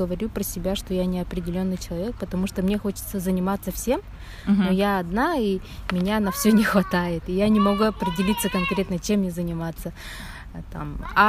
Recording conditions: background noise